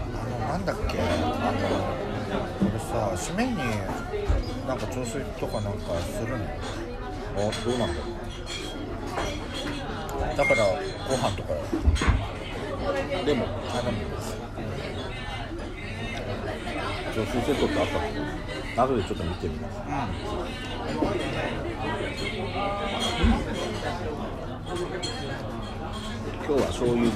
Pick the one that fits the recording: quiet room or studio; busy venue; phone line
busy venue